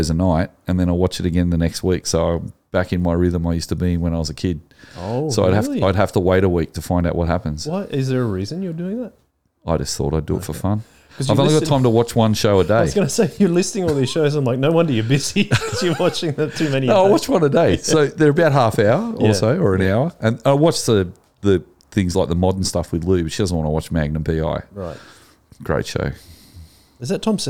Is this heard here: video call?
no